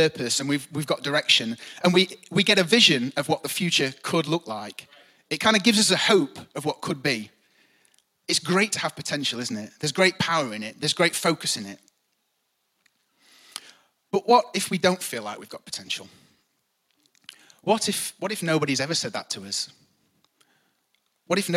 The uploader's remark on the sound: Recorded live at the Chesterfield Campus this is the message from the morning service on the 6th October 19.